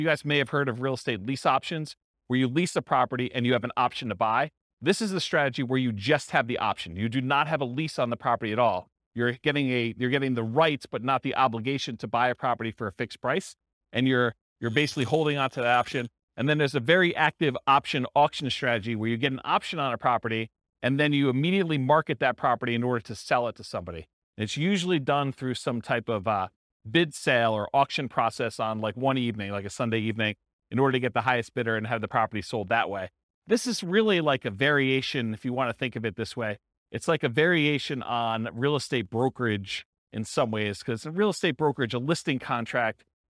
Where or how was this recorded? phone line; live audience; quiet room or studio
live audience